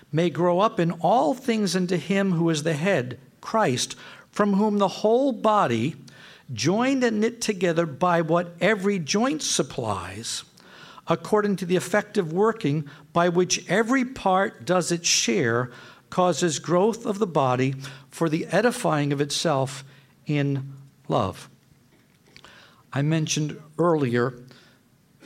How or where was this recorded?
live audience